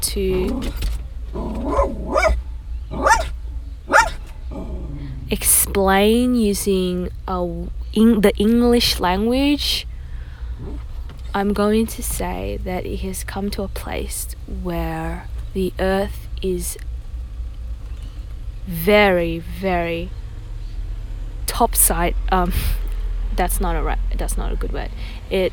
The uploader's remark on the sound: Recorded raw in my car after driving with my dog to drop off my sister to work.